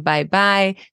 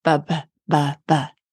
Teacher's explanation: It's complex motor coordination. You're shifting in the amount of time it takes to say one vowel, you're saying two. · Shown in: first take · You're shifting from one location to the next. · Term: Diphthongs